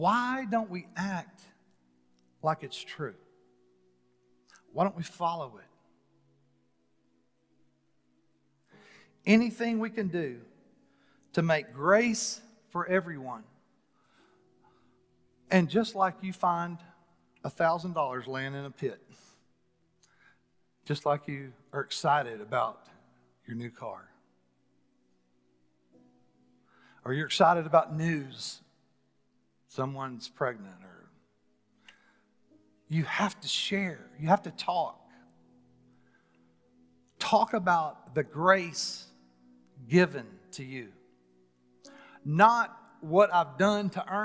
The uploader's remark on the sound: Recorded live on January 31, 2021 at The Fellowship at Mt Juliet.